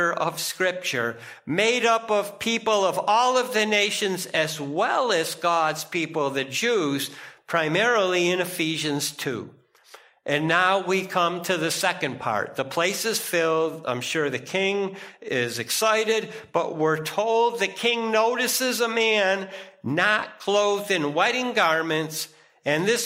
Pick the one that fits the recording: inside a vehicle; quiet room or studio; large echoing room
large echoing room